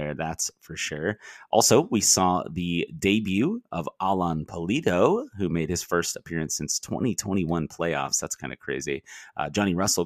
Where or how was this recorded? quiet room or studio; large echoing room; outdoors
quiet room or studio